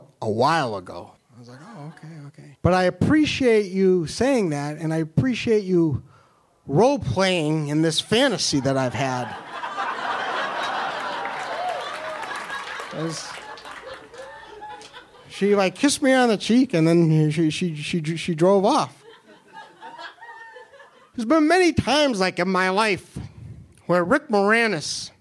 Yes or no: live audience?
yes